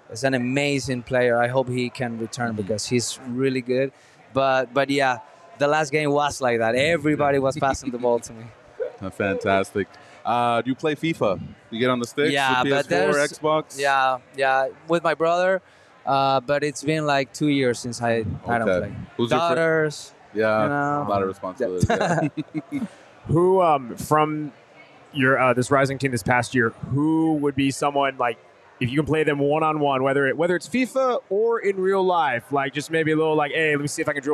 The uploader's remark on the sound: live from Four Peaks